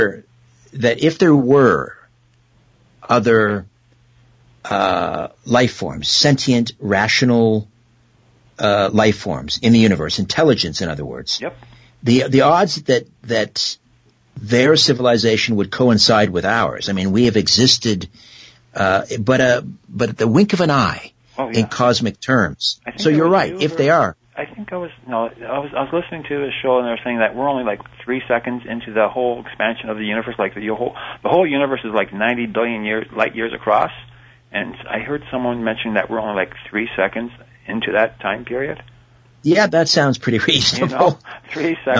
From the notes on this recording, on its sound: It's an hour of open phones